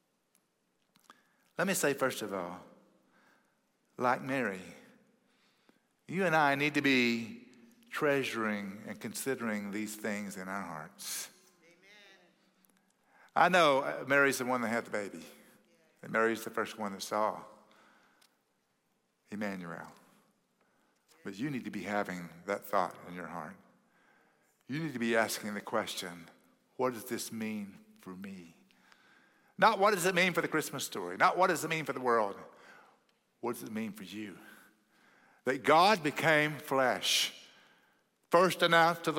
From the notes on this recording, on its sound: at Cross City Church in Euless, TX on December 17, 2023